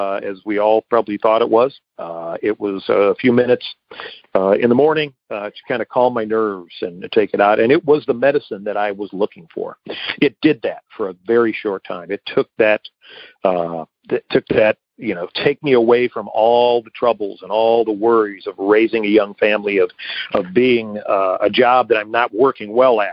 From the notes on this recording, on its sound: Akron OH. Noon Phone Speaker Meeting.